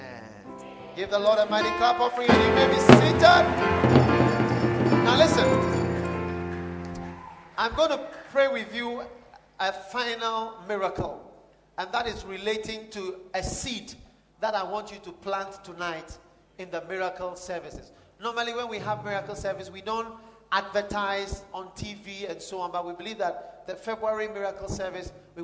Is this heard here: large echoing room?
yes